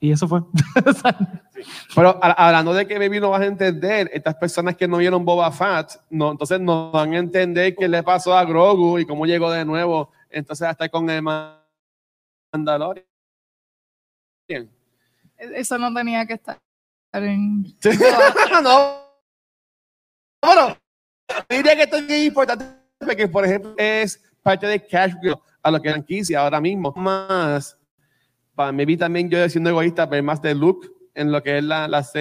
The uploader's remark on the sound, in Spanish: Grabación ¡EN VIVO! De el panel de Beyond the Force en el Puerto Rico Comic Con 2022.